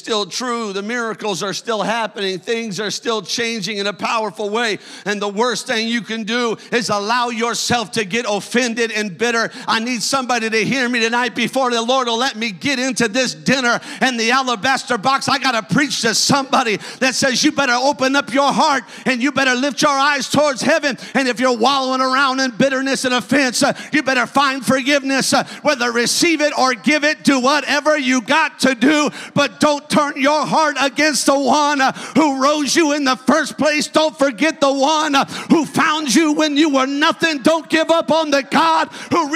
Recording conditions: large echoing room